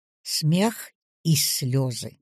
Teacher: При наличии паузы «и» не переходит в «ы».